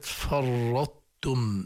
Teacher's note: يجب إظهار صفة الإطباق لا هي قلقلة ولا هي إدغام · Term: إدغام ناقص